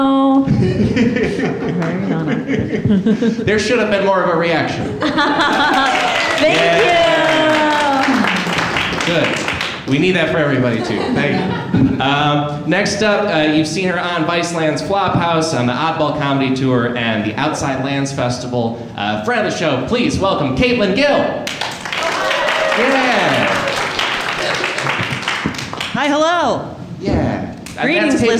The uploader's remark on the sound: LIVE at UCB Sunset. The audience joins in at the end with some historical pranks and goofs of their own, because our live shows are interactive and fun like that.